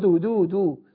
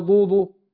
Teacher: الدال حرف مستفل مرقق، والضاد حرف مفخم مطبق